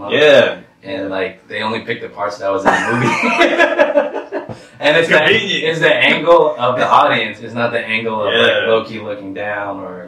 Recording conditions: poor sound quality